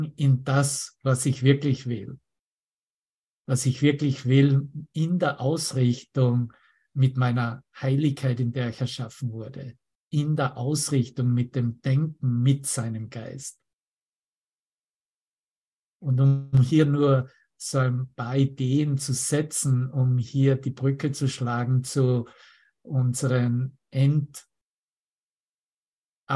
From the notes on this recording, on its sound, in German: Zoom-Session. Veranstaltet von der Aleph Akademie.